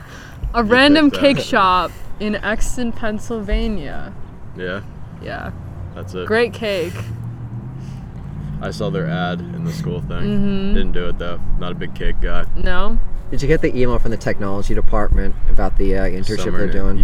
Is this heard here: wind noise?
yes